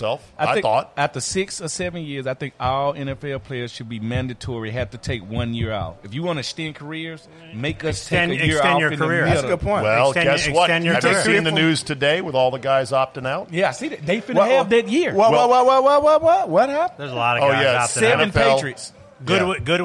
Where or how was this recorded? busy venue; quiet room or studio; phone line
busy venue